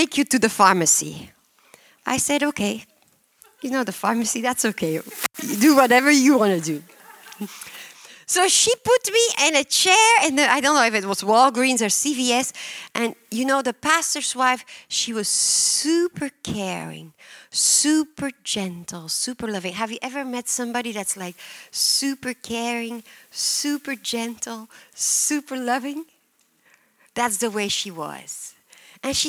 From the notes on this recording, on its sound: at Harvest Bible Church in Stockton, CA.